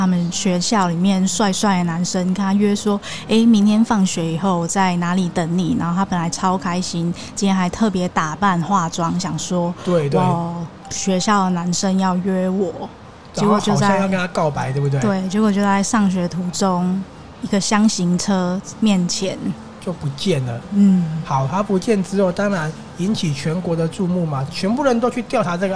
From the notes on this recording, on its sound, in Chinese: 此內容是在INSTAGRAM 進行直播的聲音檔，因為是在一間喜歡的咖啡廳進行直播，所以音質沒有前面節目來的好，也有許多環境中的自然噪音，也沒有經過剪輯就直接上載。